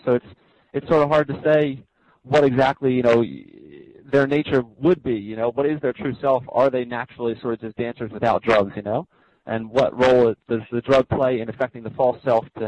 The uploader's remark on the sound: Call In Show